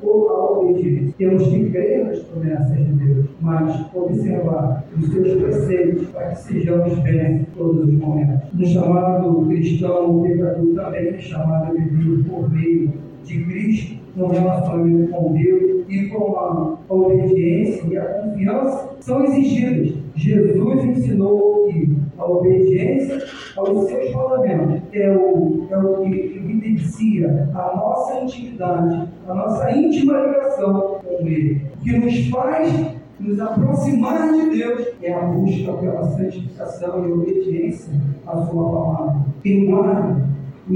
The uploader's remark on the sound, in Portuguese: Aproveito a oportunidade para me desculpar pela qualidade do áudio.